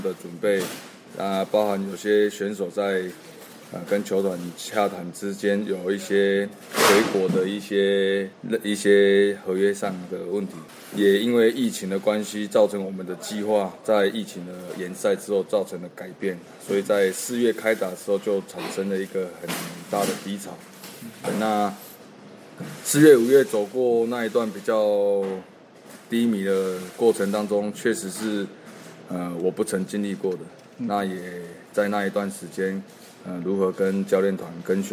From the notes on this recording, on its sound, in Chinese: 本集錄音於球場，全程使用錄音設備較精簡，音質不佳請見諒。特別南下到獅隊春訓基地。